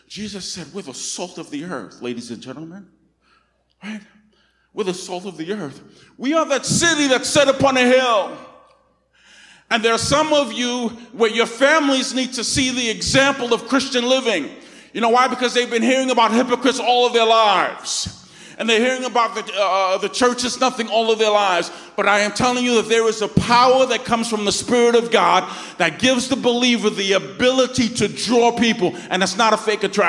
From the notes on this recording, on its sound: Recorded on 2016-08-28 at the 10:00am Service.